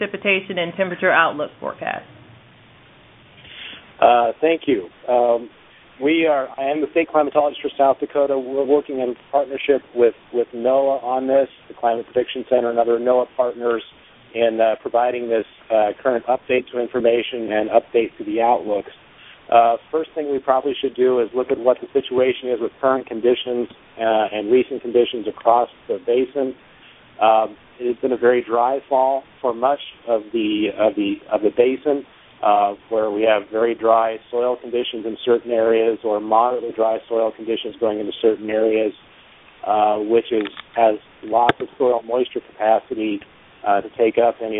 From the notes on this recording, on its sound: Twice monthly conference call with Corps of Engineers, Climate Prediction Center, congressional delegation, tribes, states, local and county emergency management officials.